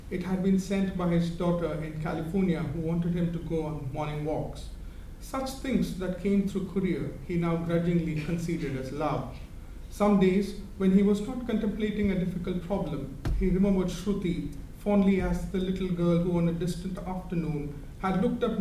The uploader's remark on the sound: At Worlds Literature Festival 2011: an Afternoon Reading on the Novel.